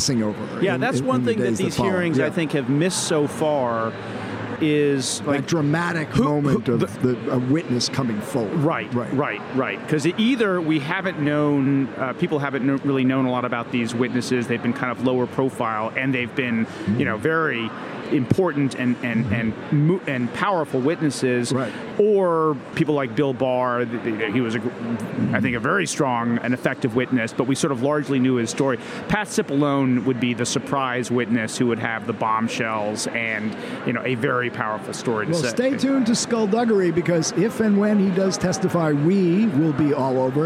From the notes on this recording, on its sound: join live from the Collision Conference in Toronto Canada